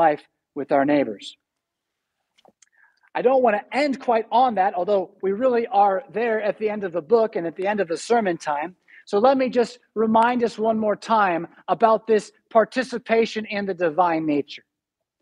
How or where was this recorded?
large echoing room